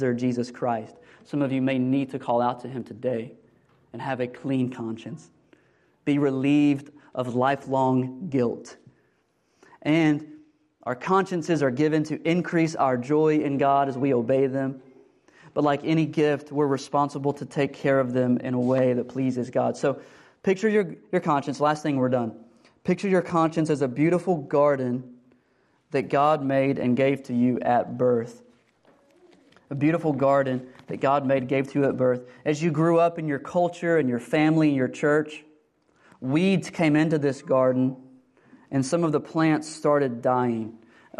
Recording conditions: large echoing room